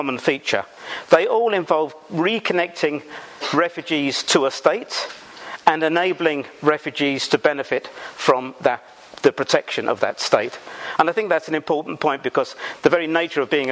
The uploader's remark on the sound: Recorded on 24 March 2014 at St Anne's College, University of Oxford.